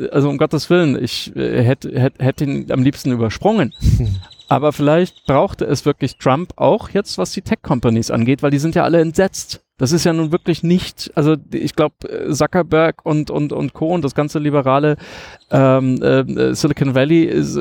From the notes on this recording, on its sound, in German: Das Gespräch wurde in der vergangenen Woche auf der SXSW in Austin aufgenommen